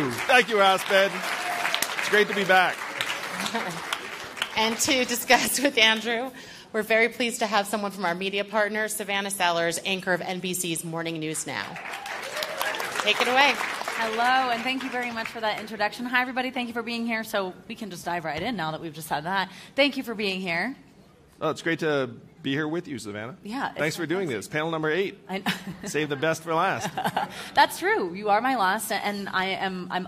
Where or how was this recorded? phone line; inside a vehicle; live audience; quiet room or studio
live audience